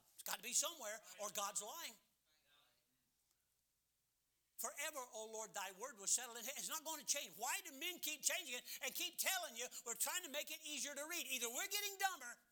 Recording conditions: large echoing room